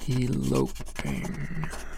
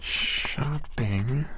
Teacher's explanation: the descriptive term for the O vowel in elope is tense. The O in shop is lax.